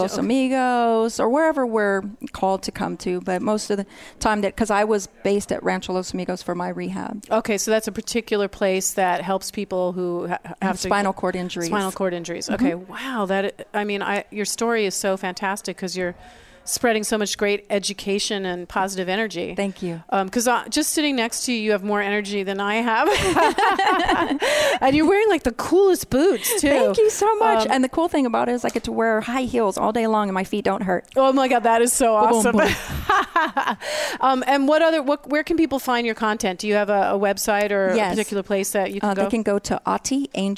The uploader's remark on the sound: We Broadcast Live form the Largest Women's conference in the USA! We will be live for 2 days bringing you all the event action, keynote speakers and VoiceAmerica hosts.